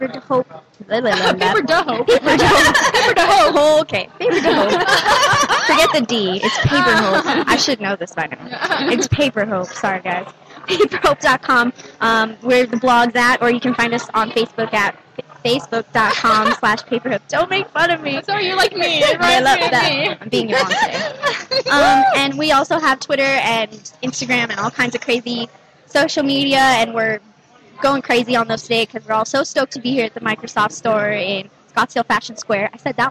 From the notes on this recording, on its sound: on location at the Microsoft Store inside the Scottsdale Fashion Square Mall